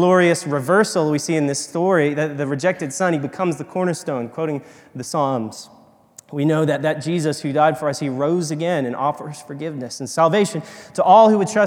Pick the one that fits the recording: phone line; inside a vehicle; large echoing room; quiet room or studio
large echoing room